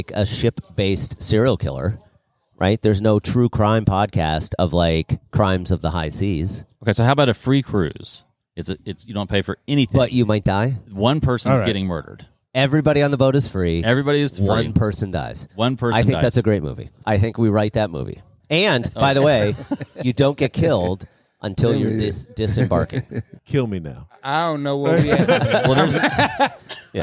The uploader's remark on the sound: Recorded Live at the Punchline Comedy Club.